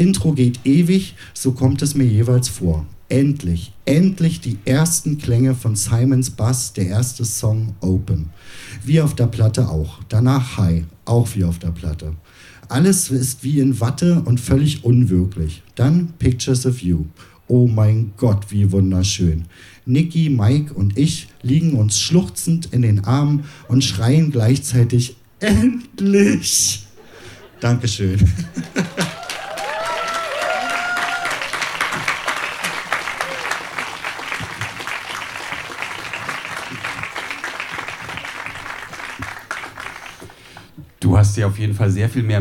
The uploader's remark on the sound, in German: Ausschnitte aus der Veranstaltung vom 03.09.2020 im Kulturhaus Insel der Jugend, Berlin. Liveshow am 03.09.2020 im Kulturhaus Insel der Jugend, Berlin. Heißen Dank an das Kulturhaus Insel, unser tolles Publikum.